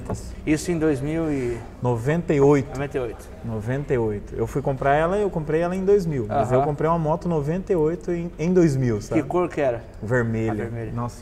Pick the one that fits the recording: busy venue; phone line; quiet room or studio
busy venue